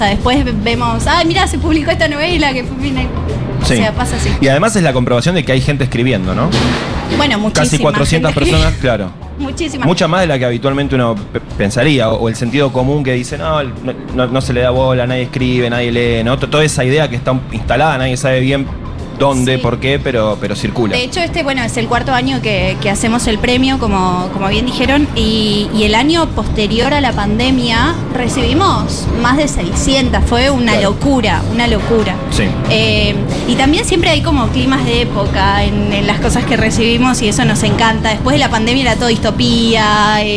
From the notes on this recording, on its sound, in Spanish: Entregamos en vivo desde YUNTA BAR, el 4to Premio de NOVELA FUTUROCK 2023.